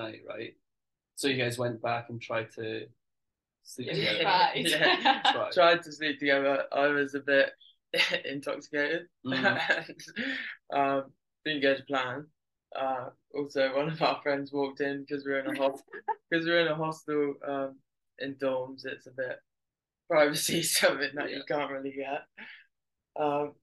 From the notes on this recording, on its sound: apologise about the quality of the audio as it kept jumping in and out